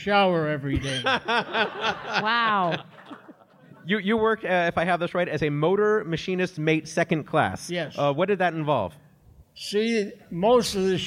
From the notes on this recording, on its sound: The show was recorded at Sleeping Village in Chicago. The show was recorded at Sleeping Village in Chicago.